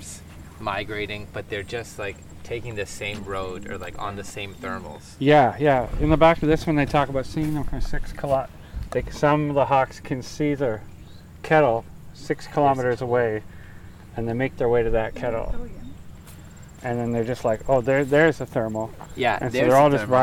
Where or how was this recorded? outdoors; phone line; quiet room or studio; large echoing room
outdoors